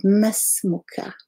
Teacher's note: the hamza is elided, and you actually don't pronounce it. You write the alif, but you don't pronounce that hamza of ism.